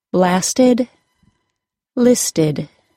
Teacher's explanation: An example of the short I being used for schwa is in the ED endings that follow a T sound or a D sound, as in blasted and listed.